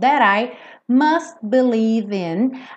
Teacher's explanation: That I, o T aqui virou rarara, igual no garoto, guri